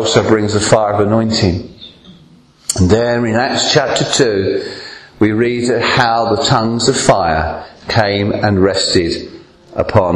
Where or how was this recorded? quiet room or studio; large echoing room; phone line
large echoing room